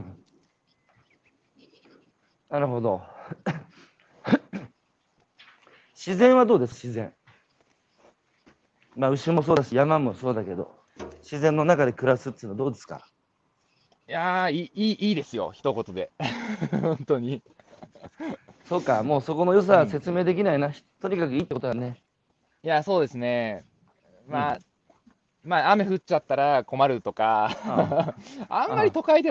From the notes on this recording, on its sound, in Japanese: 長野県平谷村。歩きながら1時間、対談する。